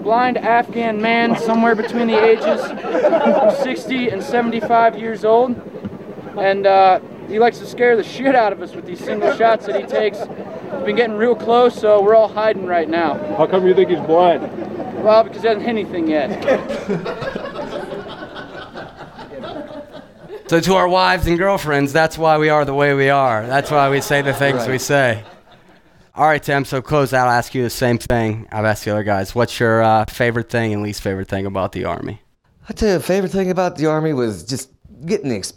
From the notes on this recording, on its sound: VBC at Night | Beaver County. VBC presents a live evening of veterans storytelling in Beaver, Pennsylvania.